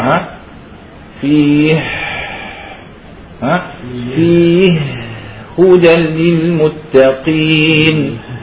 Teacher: لما نشدد الهاء لابد من تشديد، طبعا الإدغام كبير تام